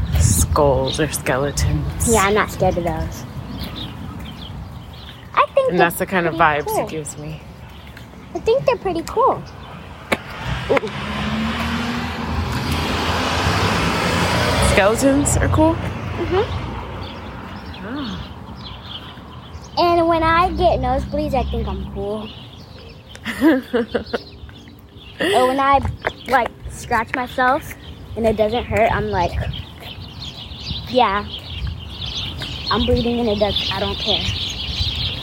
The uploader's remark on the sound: On today's episode you will hear our conversation as we are taking a walk around the neighborhood. You will also hear the birds singing in background and feel like you are walking right along side of us.